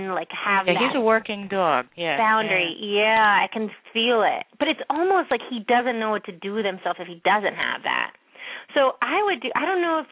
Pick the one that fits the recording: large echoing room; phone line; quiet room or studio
phone line